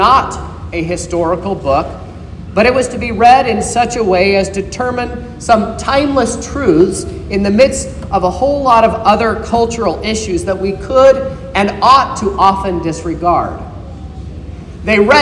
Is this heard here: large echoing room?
yes